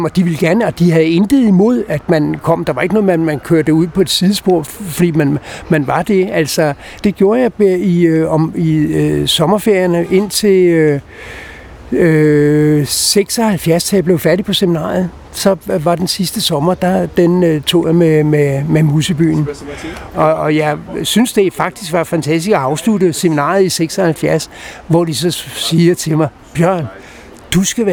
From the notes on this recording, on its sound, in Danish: Optaget på Nimb Bar, Tivoli, København.